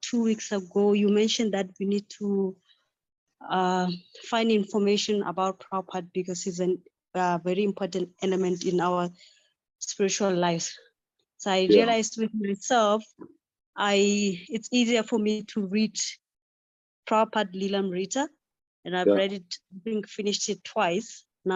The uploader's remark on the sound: Zoom Meeting.